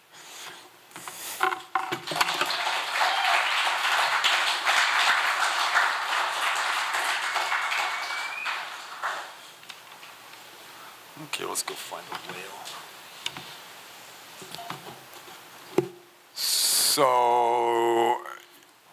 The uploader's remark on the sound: This recording was made on Saturday, February 25th, 2023, at the Ten Fifteen Theater in Astoria, OR as part of the FisherPoetry Archive Project